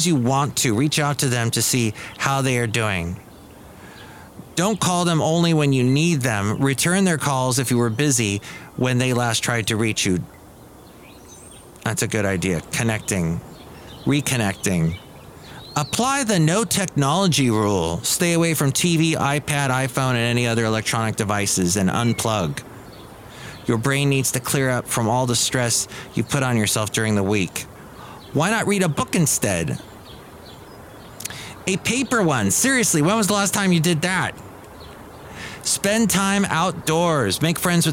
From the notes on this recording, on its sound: podcasts live from Cafe Anyway